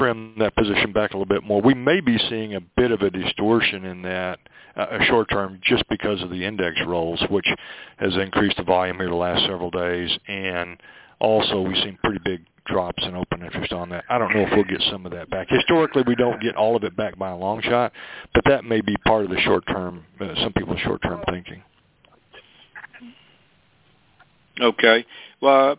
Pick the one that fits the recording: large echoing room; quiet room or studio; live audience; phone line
phone line